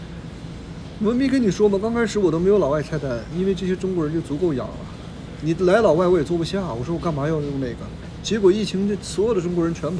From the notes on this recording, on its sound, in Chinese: Phoenix烧烤店烟雾弥漫。我们选了一个店里人少的时候。一边录音，他也一边服务客人。